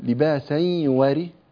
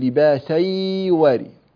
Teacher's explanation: فالمفترض هنا الحكم أنه إدغام بغنة، فالغنة تخرج من الخيشوم · Shown in: first take · لا تقول لباسي واري، أنت الآن أدغمت لكن ليس بغنة، أنت مددت صوتك وأوهمت أنه غنة.